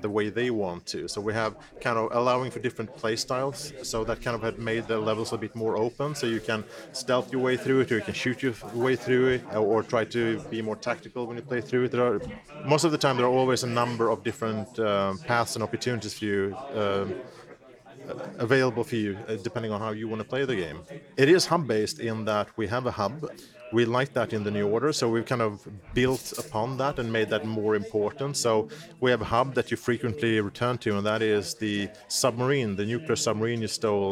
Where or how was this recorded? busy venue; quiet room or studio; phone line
busy venue